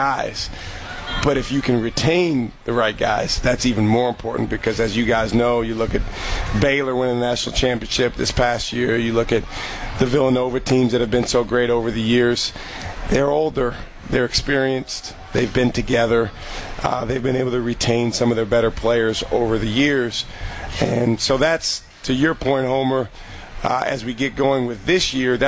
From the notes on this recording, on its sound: broadcast LIVE from the Marquette Athletic picnic